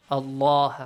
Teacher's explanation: the letter lam in the word Allah is pronounced with a heavy sound, اللَّهَ، right?